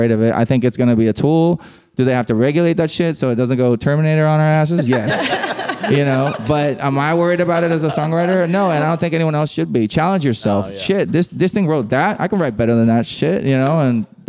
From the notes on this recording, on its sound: From the heart of Hollywood at the beautiful Gibson Guitars Showroom. At an unforgettable live event.